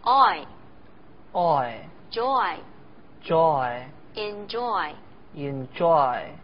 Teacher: 它其实是由两个更小的音节构成的，读的时候呢要体会一下从 o 到 i 的过渡